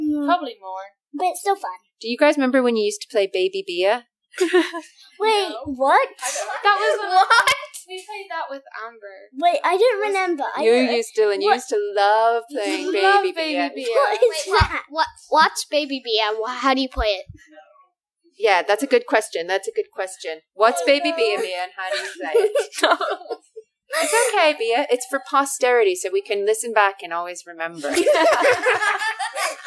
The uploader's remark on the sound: Some mic issues - apologies for that.